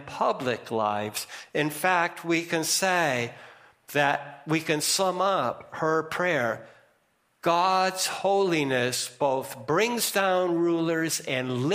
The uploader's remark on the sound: First Congregational Church of Clinton, MA -- Service